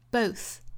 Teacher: 尾部的 th，舌头伸到口腔外面去摩擦上排的牙齿，发轻辅音送气的